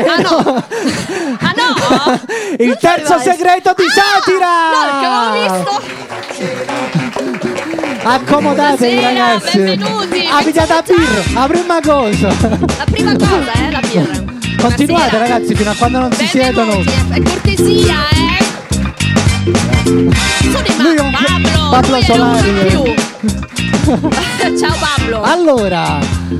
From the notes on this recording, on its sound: Live dal GhePensiMi di Milano.